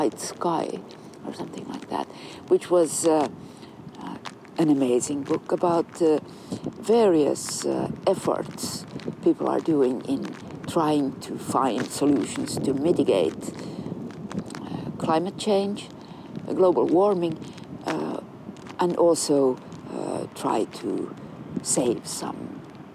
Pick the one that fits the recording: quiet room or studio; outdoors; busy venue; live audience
outdoors